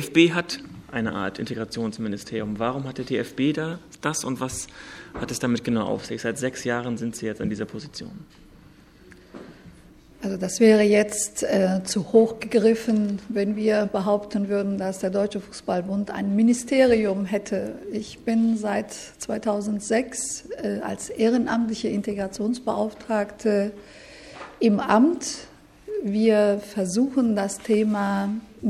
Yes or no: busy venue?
yes